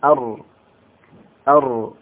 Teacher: الراء قريب من مخرج النون، لكن الراء قريب من ظهر اللسان